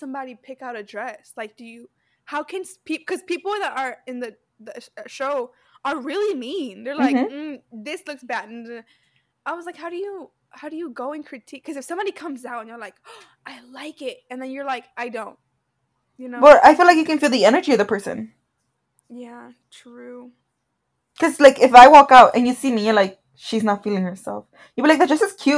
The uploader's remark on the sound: Excuse the Mic